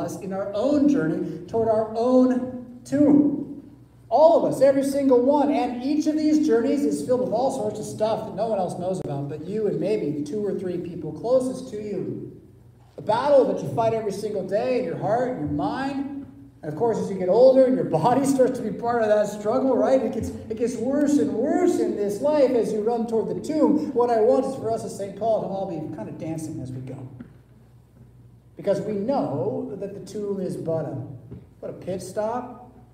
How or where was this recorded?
large echoing room